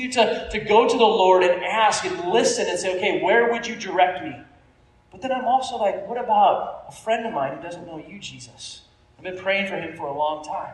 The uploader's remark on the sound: Opened up the microphone for people to pray. We know the recording isn't the best.